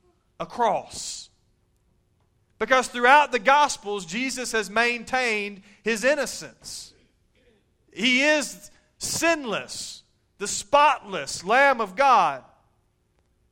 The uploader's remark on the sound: Recorded live at Shindler Drive Baptist Church.